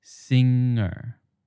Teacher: in singer, the NG in the middle is actually a single sound that can't be split